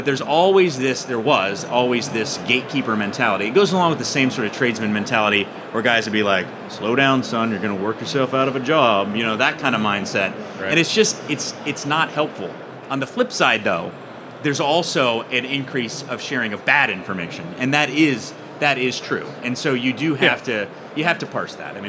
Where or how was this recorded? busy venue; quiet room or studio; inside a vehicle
busy venue